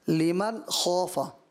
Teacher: زبان جو ہے تالو پر لگ جائے گی اوپر، لیکن جو ناک سے آواز نہیں آئے گی · Term: اظہار